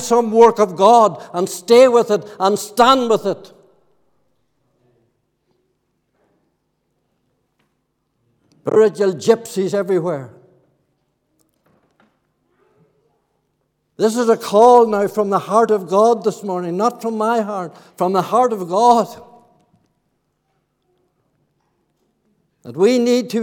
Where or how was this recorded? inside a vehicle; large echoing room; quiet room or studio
large echoing room